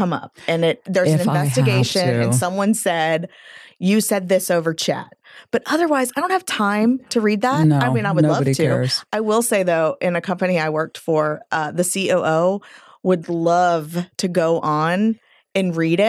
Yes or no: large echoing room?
no